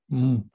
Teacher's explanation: То есть там в конце агам идет, может быть, губная такая м, или же, если там впереди, может быть, там какая-то еще фонема стоять, там, ну, там определенные там согласные, да, она может переходить в бинду, да, м, такую назальную, как бы в нос эхо такое отдает